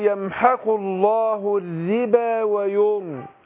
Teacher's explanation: الراء الاولانيه مرققه عشان مكسوره والثانيه ايه مفخمة. ساكنه وما قبلها ايه مضموم مفخمه.